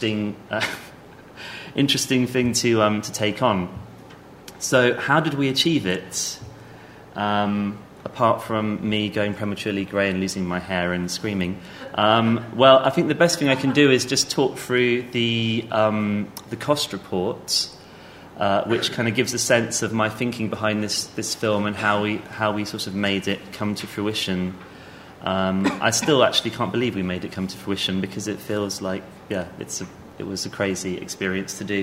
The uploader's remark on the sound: Presented by the London Film Academy. Recorded at the BAFTA Rushes Soho Shorts New Filmmakers' Market in July 2012.